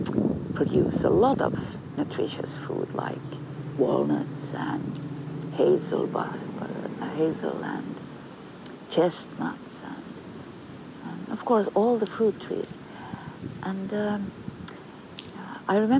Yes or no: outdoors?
yes